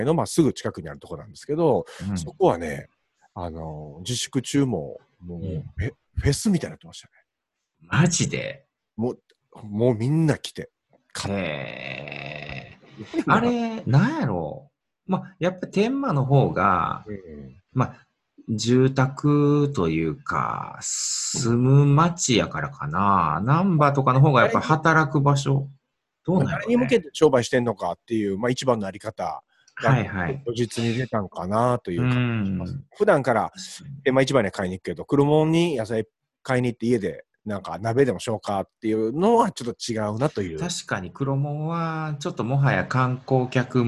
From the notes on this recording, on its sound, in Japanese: Zoom収録しています。